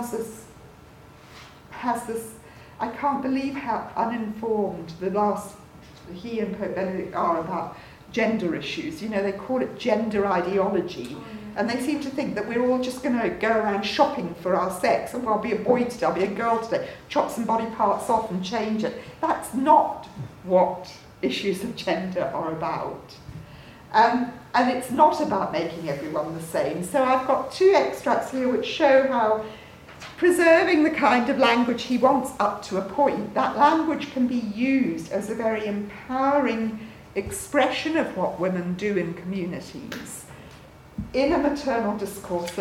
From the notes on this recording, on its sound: At The Loyola Institute, Trinity College Dublin. To a packed audience.